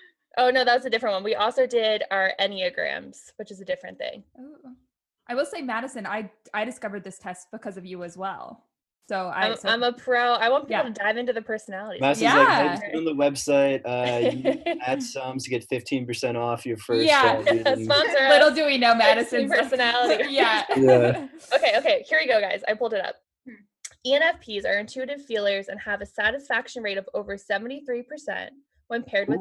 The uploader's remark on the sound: The first Zoom date on the pod.